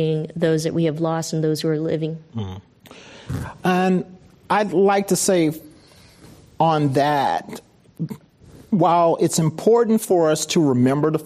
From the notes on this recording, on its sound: This program was recorded in front of a live audience at the Giliad Campus in Foster City, CA on November 14th, 2019